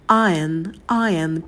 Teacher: У нас получается iron. Если британский вариант, то звука «р» нет. Будет трифтонг «ая».